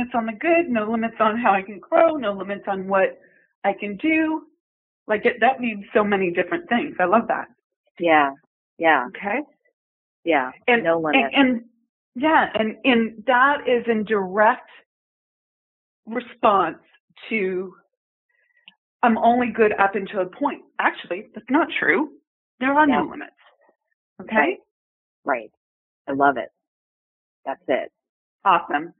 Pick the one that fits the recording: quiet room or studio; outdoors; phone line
phone line